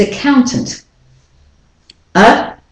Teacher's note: So it's not a, it's not a, countant. Both a vowels are de-stressed, uk and tint. And the ow, so it's uk, yeah, and the ow is clear, accountant.